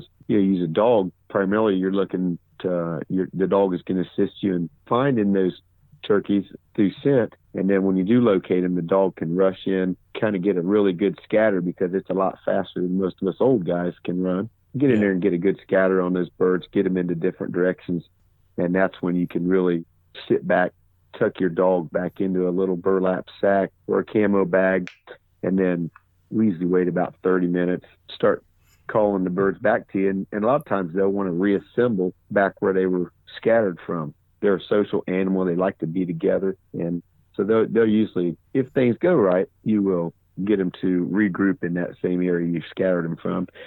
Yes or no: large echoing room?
no